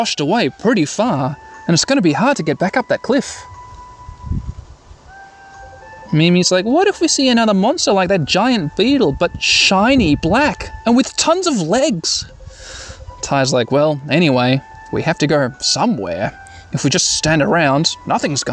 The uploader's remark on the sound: Sorry about the wind noises.